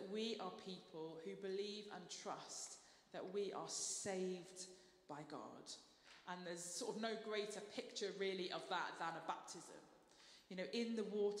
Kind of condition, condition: setting, large echoing room